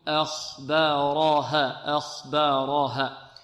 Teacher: والهاء هذه نقف عليها بمقدار حركتين بدون زيادة على حركتين وبدون أن نختمها بهمزة